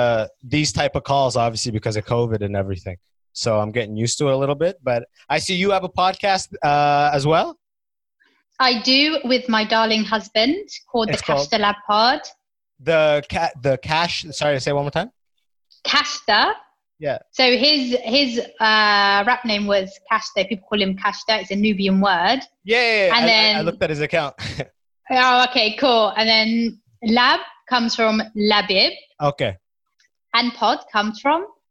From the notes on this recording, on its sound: Zooms in and we chat.